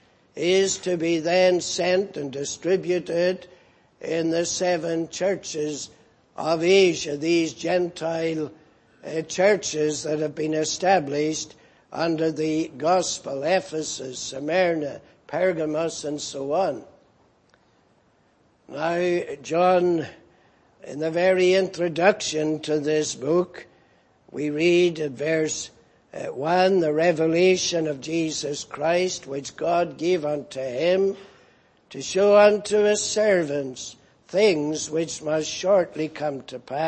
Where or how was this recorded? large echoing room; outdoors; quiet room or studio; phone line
large echoing room